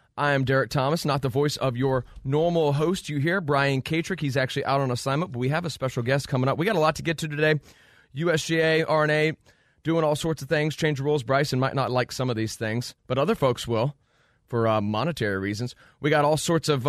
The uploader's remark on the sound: on the phone.